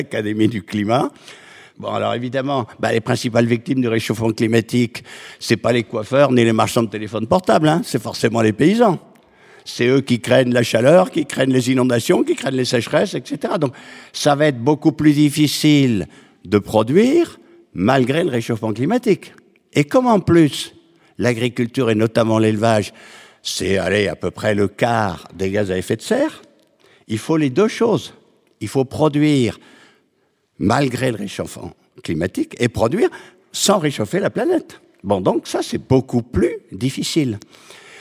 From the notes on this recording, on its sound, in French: Enregistrée en public à l’Académie du Climat.